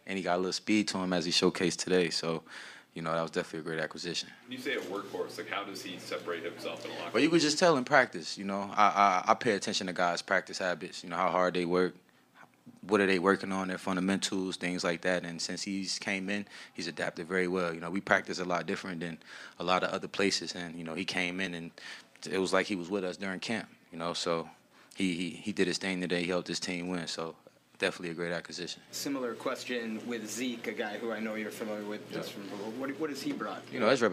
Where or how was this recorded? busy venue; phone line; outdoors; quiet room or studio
busy venue